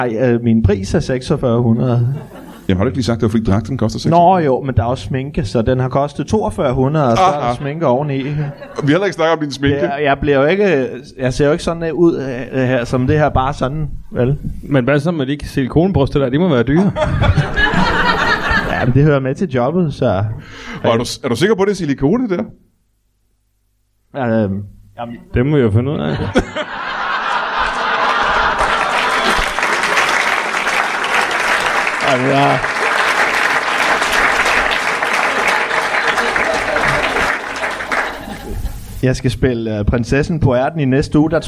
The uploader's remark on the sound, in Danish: LIVE fra Folkekirkens Nødhjælp.